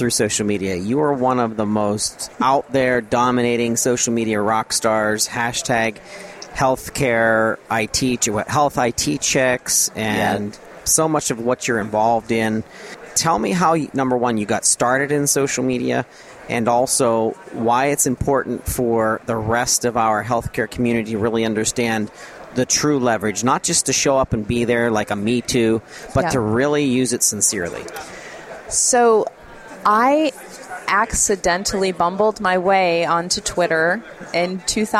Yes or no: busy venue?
yes